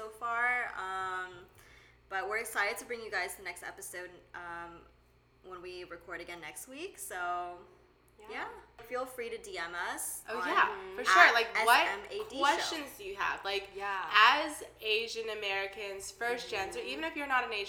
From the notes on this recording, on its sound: Share one single mic. Fridge in the background, clinking soju bottles, and echoed laughter in the concrete studio apartment located in Downtown LA.